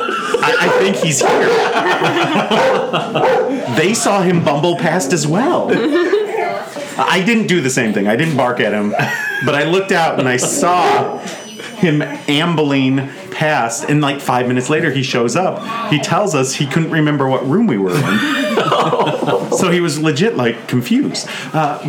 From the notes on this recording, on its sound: It's a roundtable show, complete with a live studio audience.